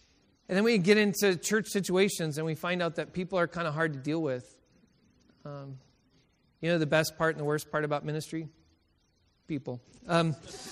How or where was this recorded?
large echoing room